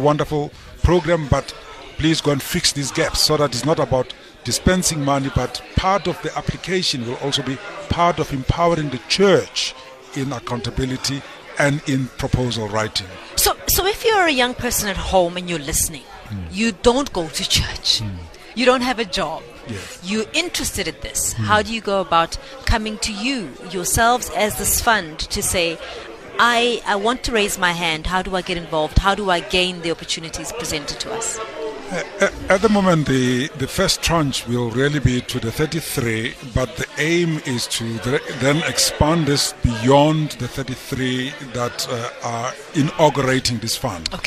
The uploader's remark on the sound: OB: Sandton Conversation Center for the Launch of Motsepe Foundation